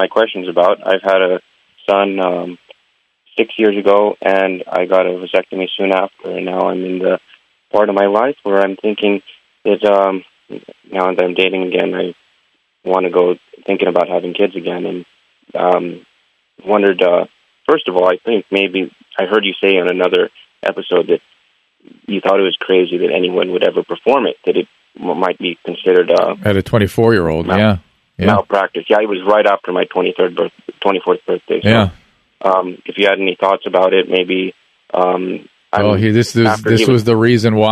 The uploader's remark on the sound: spends the whole podcast taking phone calls from the listeners